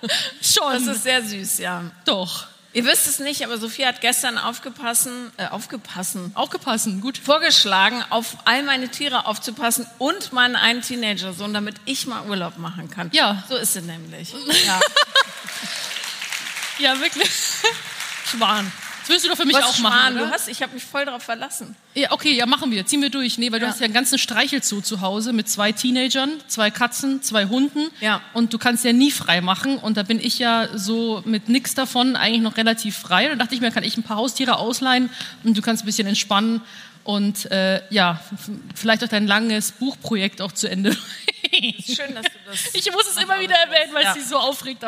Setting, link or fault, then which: setting, live audience